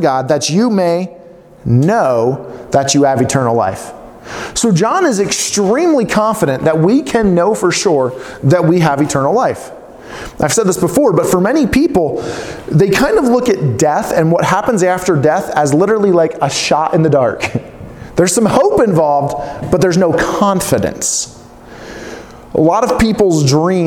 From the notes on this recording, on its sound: preaching at Lifepoint Church in Farmington on Sunday, 3/8/2020.